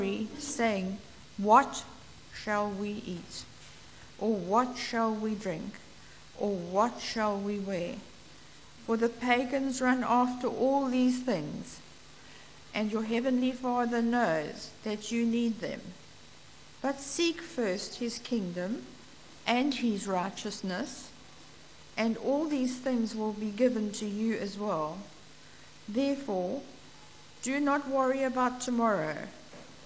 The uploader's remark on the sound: Preached at St Marks Methodist - Cape Town